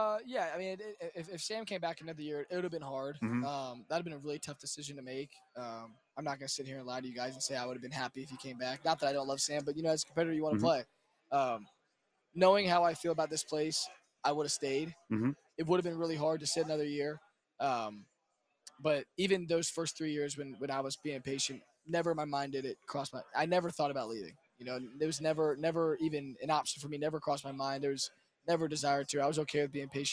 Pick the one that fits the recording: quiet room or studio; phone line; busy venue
busy venue